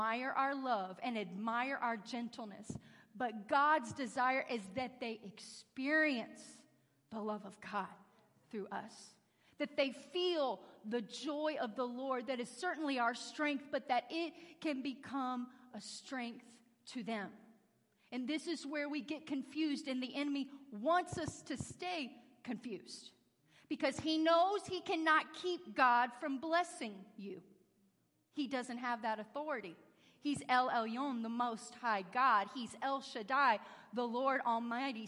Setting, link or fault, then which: setting, large echoing room